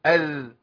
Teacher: طرف لساني مع طرف الثانية العليا